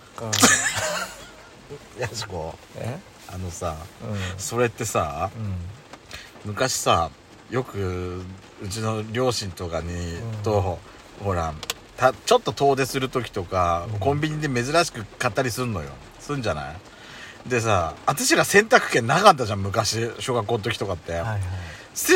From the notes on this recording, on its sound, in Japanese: パーキング収録。